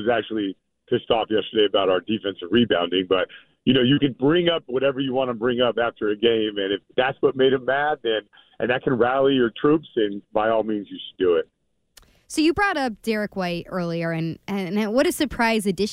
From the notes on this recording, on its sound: calls into the Jones and Mego show